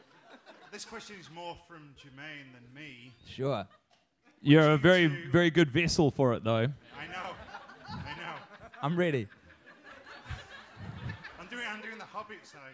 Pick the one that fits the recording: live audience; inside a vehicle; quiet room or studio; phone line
live audience